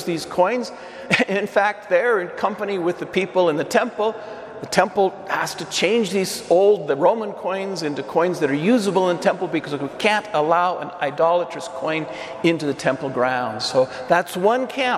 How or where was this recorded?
large echoing room